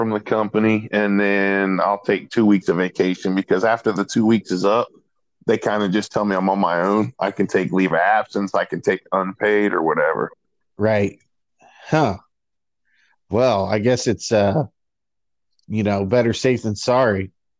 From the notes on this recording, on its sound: For another remote recording during quarantine.